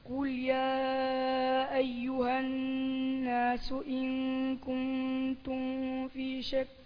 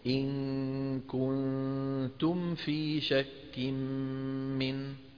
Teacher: ميم الساكنة بعدها فاء إظهار